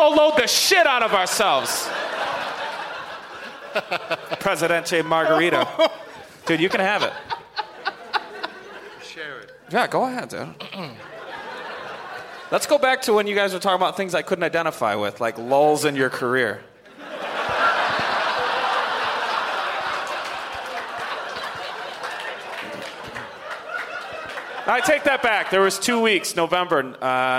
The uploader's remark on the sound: Live from the Tempe Improv